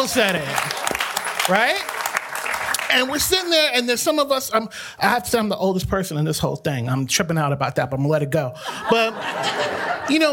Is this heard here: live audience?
yes